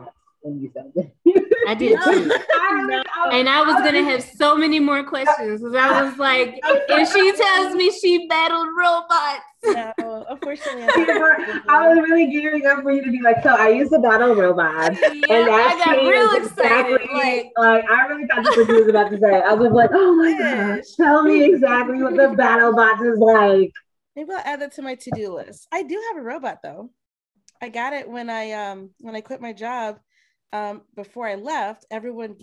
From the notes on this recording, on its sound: Please forgive the sound issue in the episode!